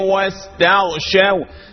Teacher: السين المهموسة، الصوت الهمس اللي في السين، صوت الصفير اللي خارج في السين، التنقيق اللي في السين، واستغ الغرغرة اللي في الغين، واستغ تغ شاو شاو شاو برقة، واستغ شاو ثيابهم وأصروا.